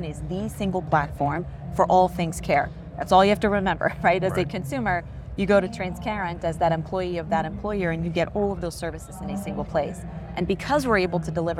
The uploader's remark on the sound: Interview in Action live from ViVe 2023